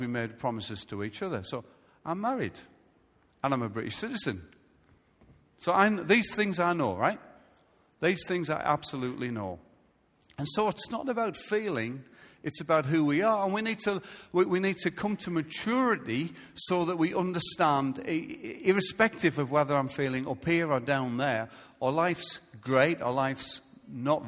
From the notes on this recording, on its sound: Recorded live at Life Church on Sunday 2nd July 2017.